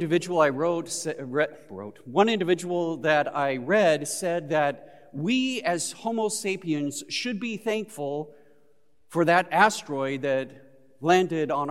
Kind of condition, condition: setting, large echoing room